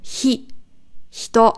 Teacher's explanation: Es ist kein hi, sondern hi, ein gehauchtes hi, also ein h mit i drin, hi, hito. Versuch unbedingt, deine Bauchmuskeln anzuspannen, dann kommt der Ton schöner raus.